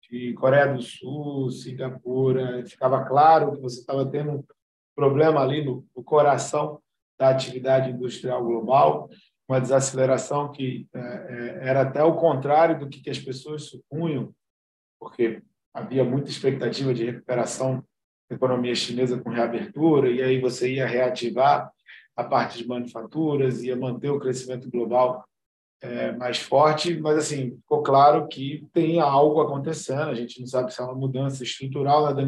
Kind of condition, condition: link, video call